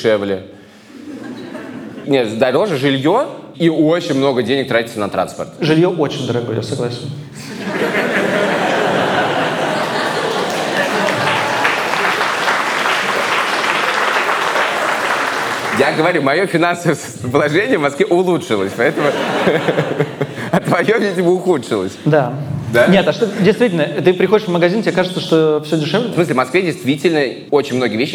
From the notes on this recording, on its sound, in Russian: Выпуск, записанный на сцене.